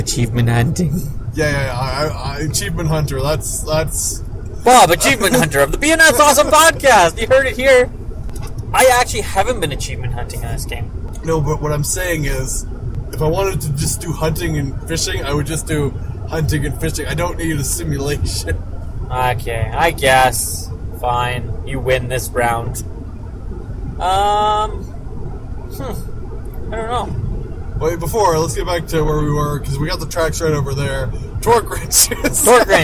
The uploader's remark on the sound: sorry about the poor audio its a travelling episode